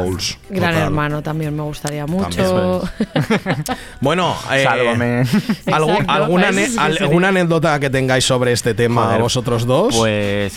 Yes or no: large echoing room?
no